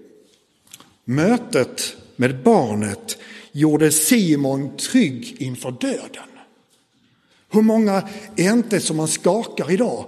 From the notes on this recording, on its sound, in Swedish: Inspelad i Roseniuskyrkan den 4 februari 2024.